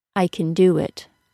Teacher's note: Notice that the pitch word of that sentence is the word do. The word do is carrying the main stress of the entire sentence, and the word can is reduced to kin.